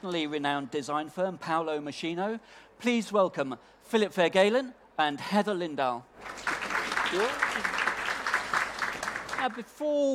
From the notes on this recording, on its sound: This episode was recorded in front of a live audience as part of the Decorex Talks programme.